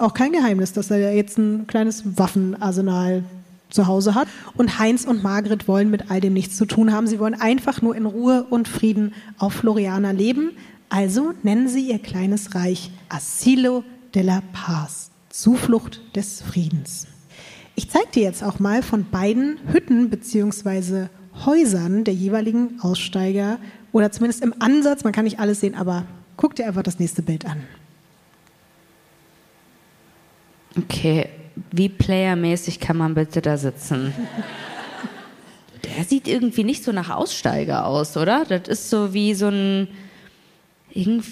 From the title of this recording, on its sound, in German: LIVE in München